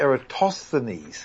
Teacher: I'm following the standard English pronunciation where the stress is on the third last syllable